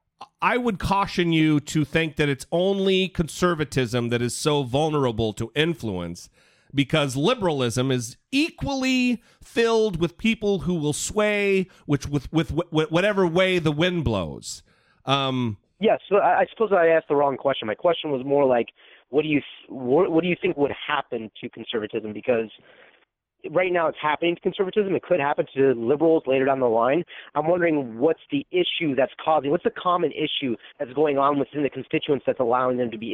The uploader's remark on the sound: Call-in Episode